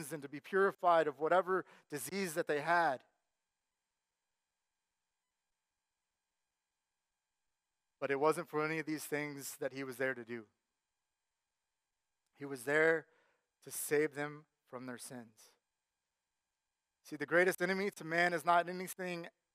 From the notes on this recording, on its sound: Sermon Audio from our Worship service